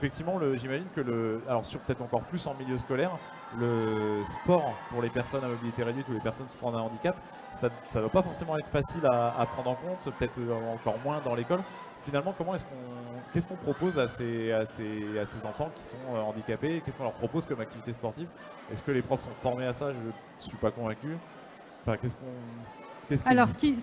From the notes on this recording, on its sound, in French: Accropolis était en direct du Salon européen de l'Education - Salon de l'orientation 2017.